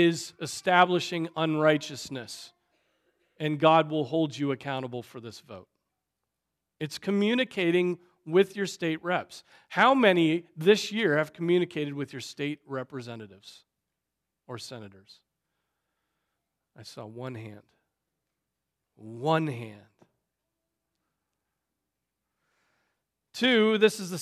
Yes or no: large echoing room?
yes